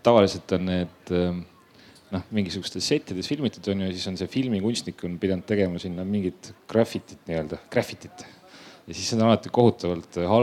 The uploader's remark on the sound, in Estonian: Juulil 2021 kunstifestivalil "Ma ei saa aru" – tänavakunst Telliskivi Loomelinnakus.